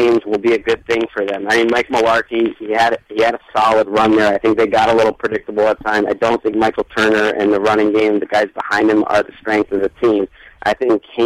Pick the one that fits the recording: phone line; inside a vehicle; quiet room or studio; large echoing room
phone line